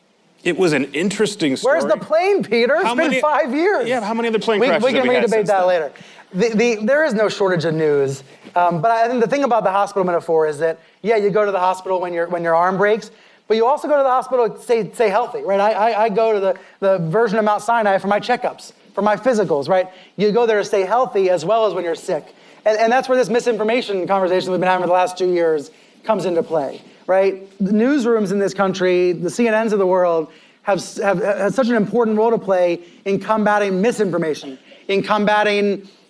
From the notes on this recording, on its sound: In front of a live audience at South by Southwest.